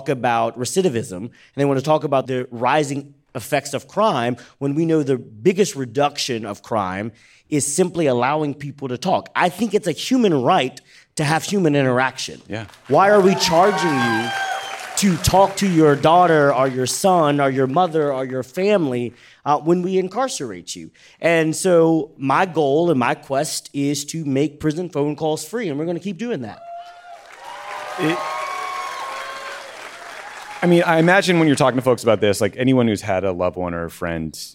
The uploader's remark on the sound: Live from New Orleans! Recorded at The Joy Theater in New Orleans by permission of MVNLA Owner, LLC.